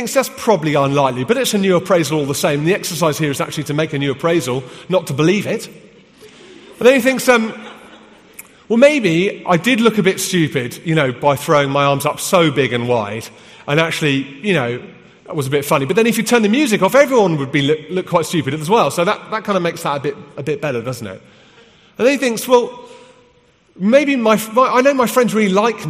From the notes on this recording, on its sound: from the HTB Free To Be Conference in London